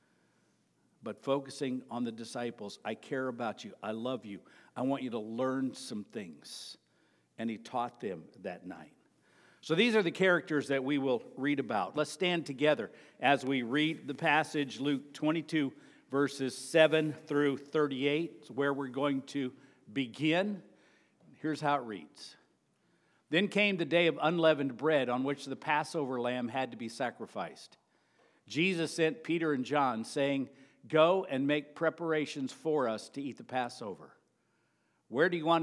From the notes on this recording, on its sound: Sermon preached at Avondale Baptist Church on May 28.